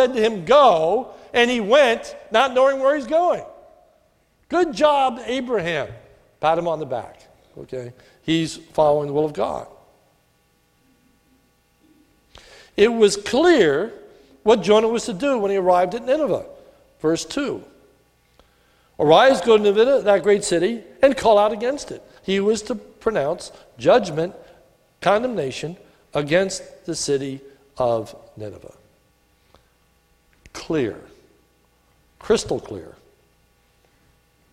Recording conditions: large echoing room